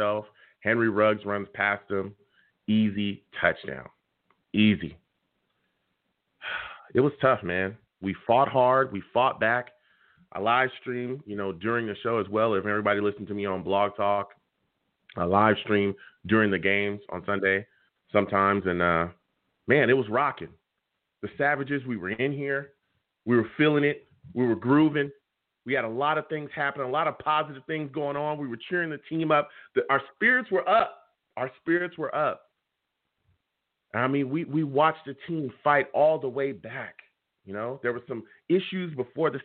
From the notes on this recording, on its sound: Tonight live at 7pm eastern. I will also take live callers!